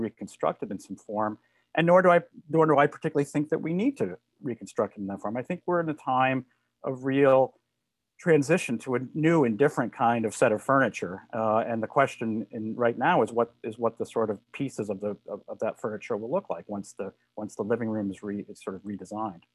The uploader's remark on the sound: This is a recording of our virtual event.